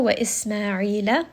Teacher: seen is going to have safir, so give it a little bit of a whistle